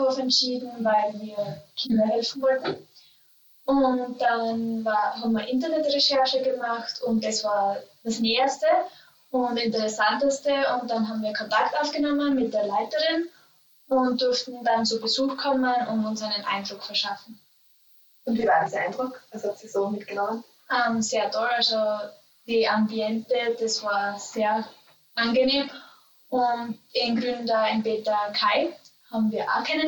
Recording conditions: poor sound quality